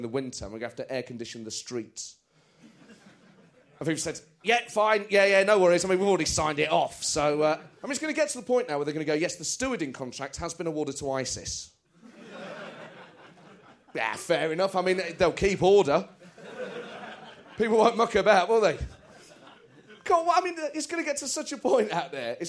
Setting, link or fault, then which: setting, live audience